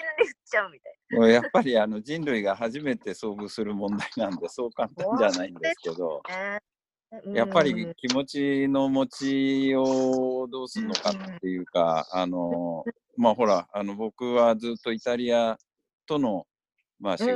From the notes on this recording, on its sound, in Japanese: 今回は三密を避けるために、ZOOMによるリモート収録でお届けします。